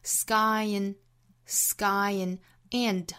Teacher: sky 和 end 之间有一个小连读，带出前面一个音尾部的 y 的音